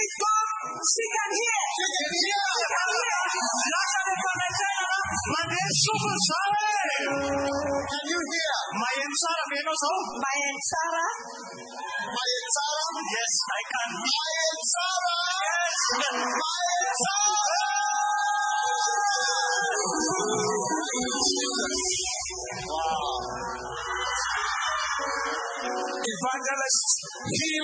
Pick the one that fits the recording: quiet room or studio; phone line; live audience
live audience